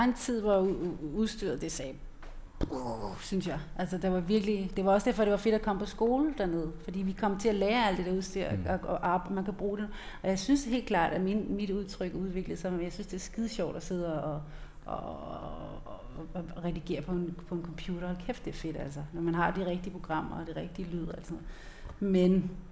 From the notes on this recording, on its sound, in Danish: Dette afsnit af LYDKUNST er optaget live. November på Skuespilhusets Lille Scene som en en del af Podcast Festival.